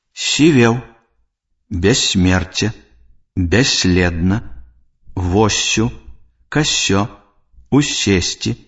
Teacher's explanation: Свісцячы «с» перад мяккімі зычнымі «с», «л», «м», «н», «ц», «п», «в» вымаўляецца мякка.